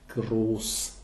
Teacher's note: Long and closed vowel, so groß